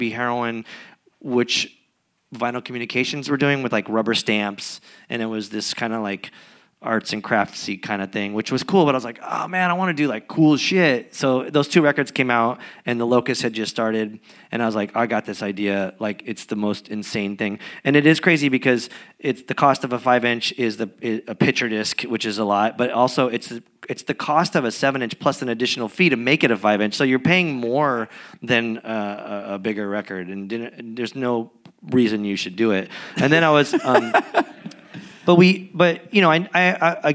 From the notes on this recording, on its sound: (LIVE EPISODE). Recorded in Los Angeles in front of an audience at Braindead Studios.